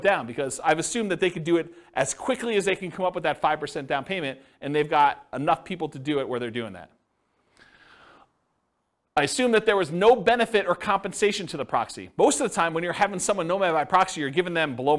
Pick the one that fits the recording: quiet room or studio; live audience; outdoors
live audience